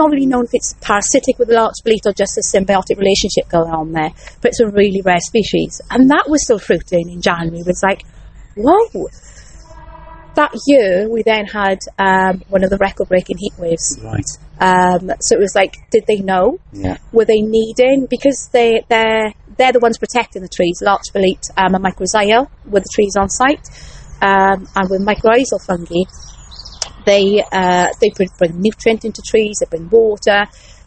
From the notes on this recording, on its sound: Gets to go outside and records the passionate voice. Out in a damp woodland near Caerphilly, South Wales.